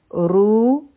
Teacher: را به غټه وایو ځکه چې په دې باندې دمه ده واو خالي دی دمه نه پس چې سکون والا واو راشي